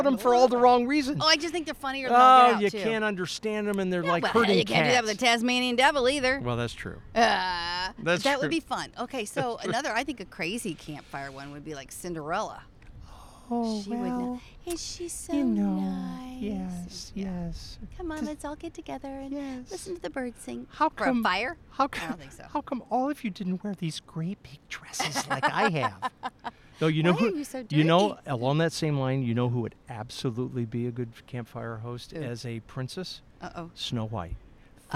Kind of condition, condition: setting, outdoors